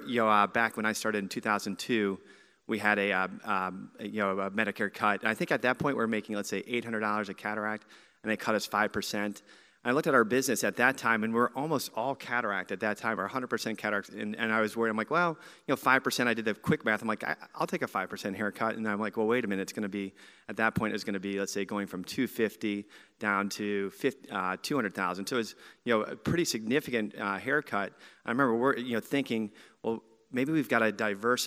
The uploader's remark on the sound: joined on stage at MillennialEYE Live in Louisville